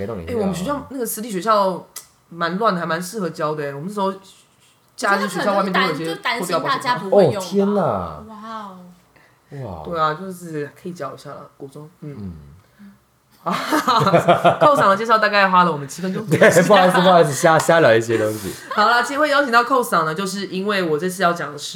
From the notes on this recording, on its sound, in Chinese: 第一次三人錄音，音量控制得不是很好，已努力後製修整，但可能還是不甚理想，希望大家多多包涵